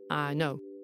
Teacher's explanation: the North Yorkshire I is closer to ah, as in I ah, know.